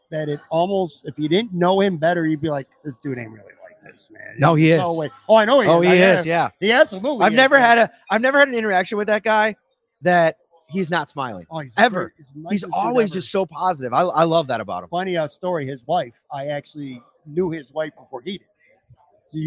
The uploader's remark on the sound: It’s another Imperial Live Series episode on Talking Buffalo. Streamed live from Imperial Pizza in South Buffalo. Thank you again to Imperial Pizza (1035 Abbott) for hosting this live series.